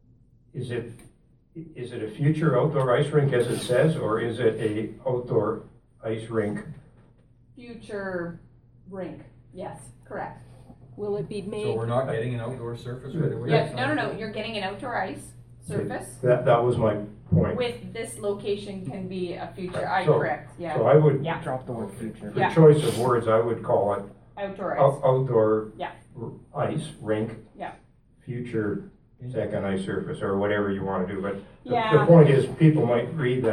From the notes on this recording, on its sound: Audio recording of theMarch 13, 2017 Regular Meeting of Peace River's Town Council